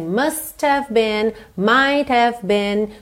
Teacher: essa percussão do T, t, t que está no final do must, que está no final do might, acaba sendo mais forte do que o H do have